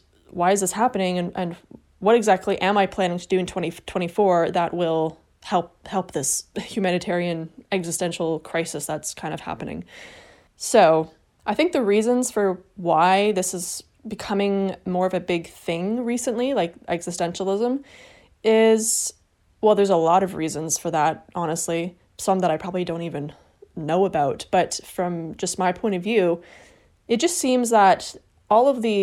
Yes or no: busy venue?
no